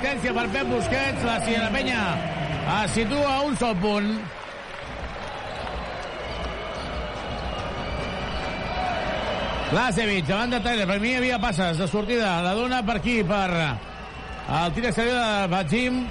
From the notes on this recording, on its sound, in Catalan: Transmissió en directe del partit